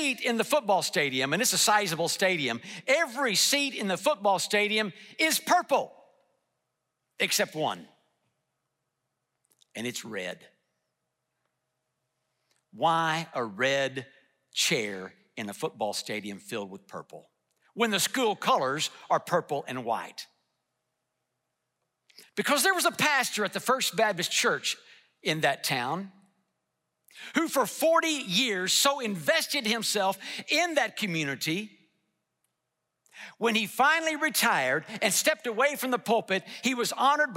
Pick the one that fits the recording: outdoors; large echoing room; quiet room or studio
large echoing room